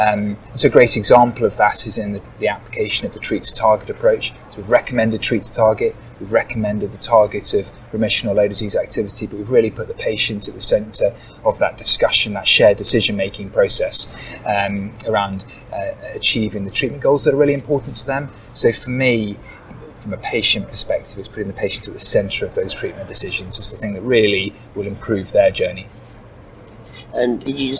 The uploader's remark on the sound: join us live from our Annual Conference